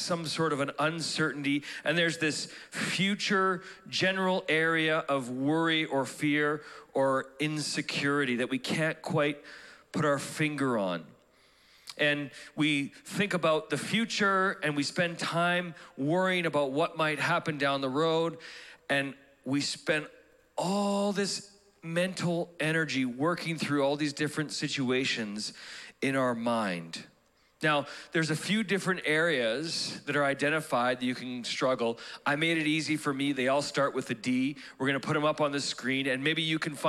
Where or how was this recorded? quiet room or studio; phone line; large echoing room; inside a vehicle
large echoing room